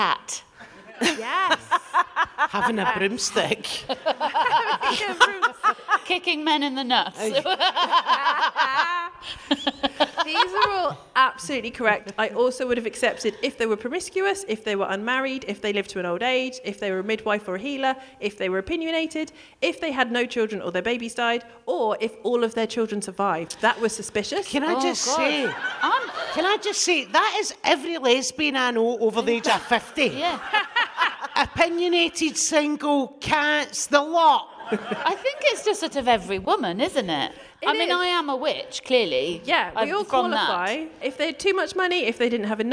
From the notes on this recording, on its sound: DWSC LIVE. We hear from a member of the audience.